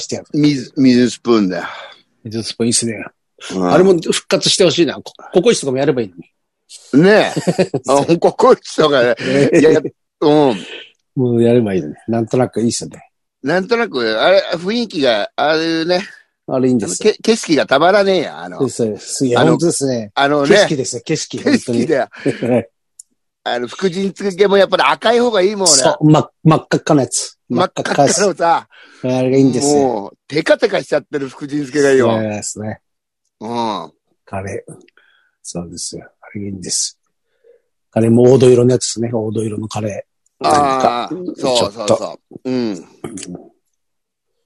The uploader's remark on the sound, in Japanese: ZOOMで収録